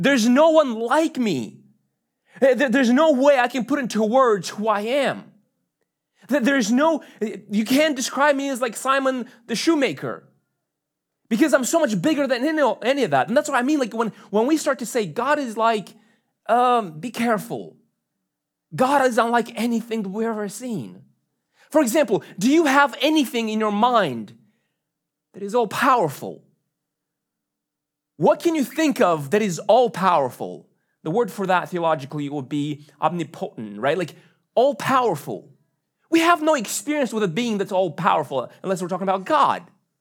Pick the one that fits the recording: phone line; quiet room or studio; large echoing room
large echoing room